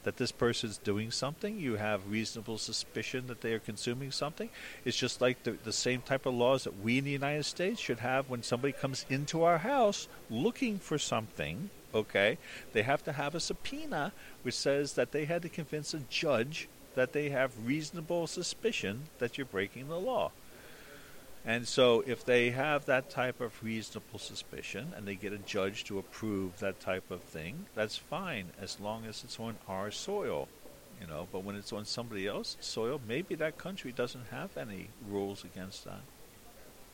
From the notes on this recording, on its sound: HPR1209: Northeast Linux Fest 2013 p2-3. "Live" reports from "The northeast GNU/Linux fest".